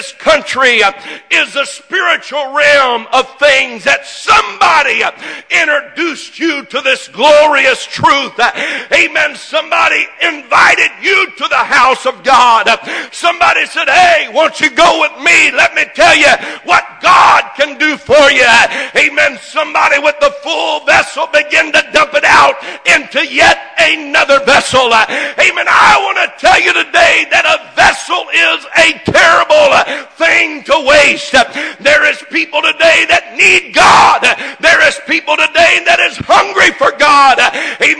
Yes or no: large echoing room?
yes